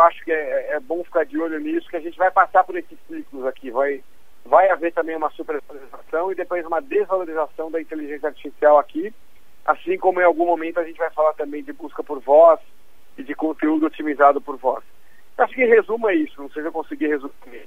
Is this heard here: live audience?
no